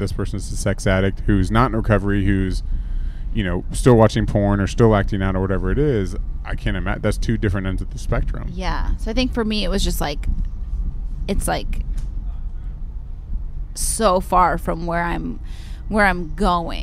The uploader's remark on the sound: The Whine is live from the Napa Valley Wine Train!